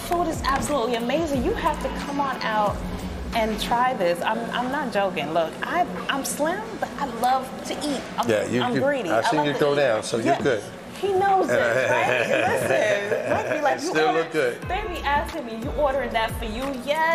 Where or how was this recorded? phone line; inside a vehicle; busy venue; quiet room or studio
busy venue